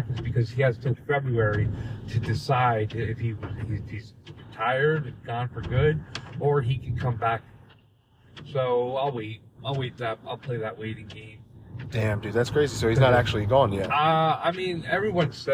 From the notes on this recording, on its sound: we’re in the car